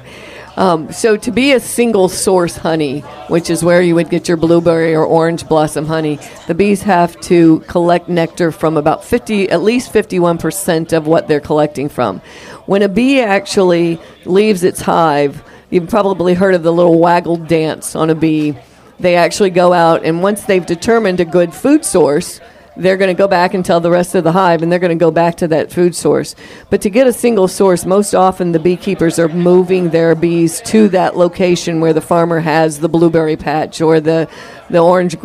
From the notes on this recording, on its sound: Beekeepers Talk Shop At Sweetwater Farm. Participate in a live taping of The Zest podcast. In front of a live audience.